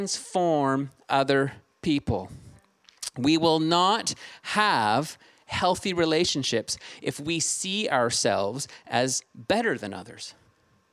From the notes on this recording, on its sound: Streamed on March 20, 2022 at THRIVE Church Vancouver, Canada